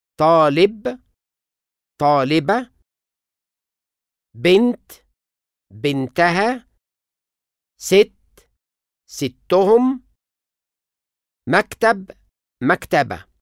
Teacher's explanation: فلما أي لحقة بحركة قصيرة تنضاف لإسم يكون فيه مجموعة تقيلة، النبر بيتنقل لأول حركة بعد المجموعة نفسها.